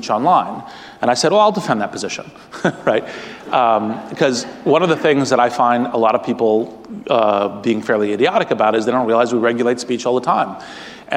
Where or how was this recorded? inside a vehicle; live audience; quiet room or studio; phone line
live audience